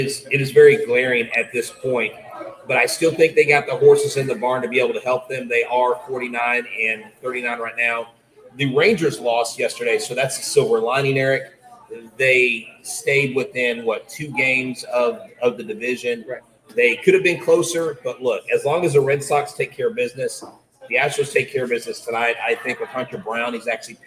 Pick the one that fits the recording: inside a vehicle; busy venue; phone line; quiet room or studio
busy venue